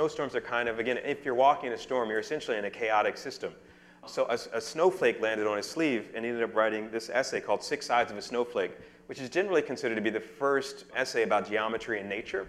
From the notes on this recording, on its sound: A science and art conversation series that takes place in a pub-style setting. Panelists engage the audience in an open discussion.